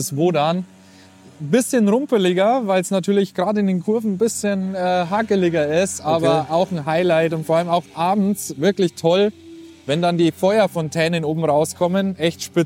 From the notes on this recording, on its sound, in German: XMAS-TOUR IM EUROPAPARK. DIE OUTDOOR EPISODE IM EUROPA PARK.